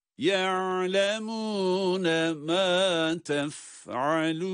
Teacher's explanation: Cezimli halinde de, harekeli halinde de ayn harfinin sesini duyuruyoruz. Tabii ki sonlarda nun harfleriyle duruş olduğu için hunneli bir sesi çıkarmak, hunne sesini çıkarmak durumundayız.